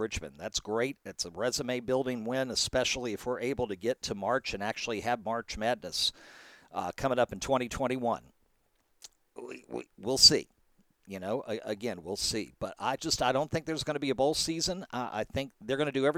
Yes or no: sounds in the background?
no